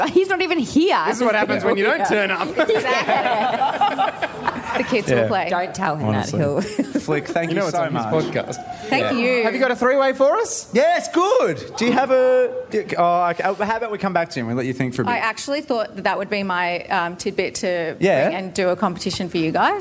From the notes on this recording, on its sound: It was the live event of the year. The Producer's Podcast LIVE from Bell's Hotel in South Melbourne.